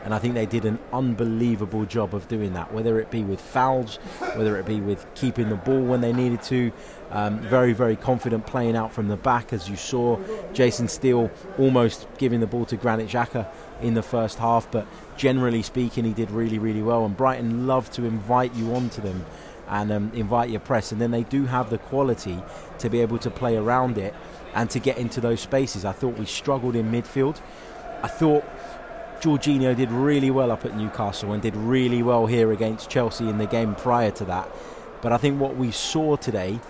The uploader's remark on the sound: reacts live from Emirates Stadium